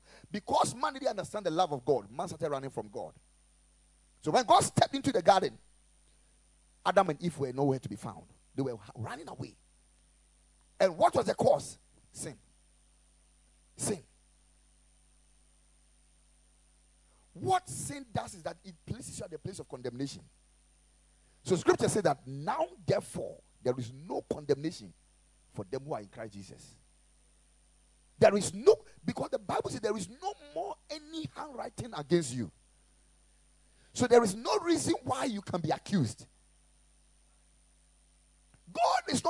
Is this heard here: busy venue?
no